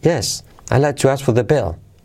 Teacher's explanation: Yo aquí acentuaría quizás solo bill.